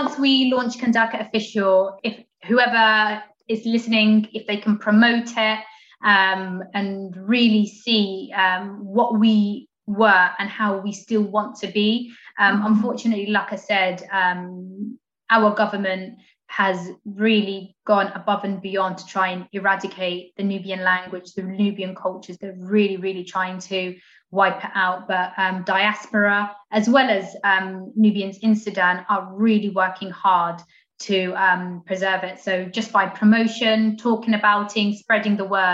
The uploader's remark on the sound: Recorded 7 July 2021 via Zoom